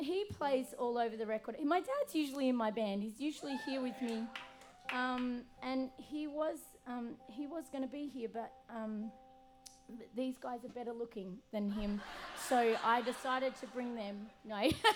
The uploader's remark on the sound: Full Set Live at Nashville Sunday Night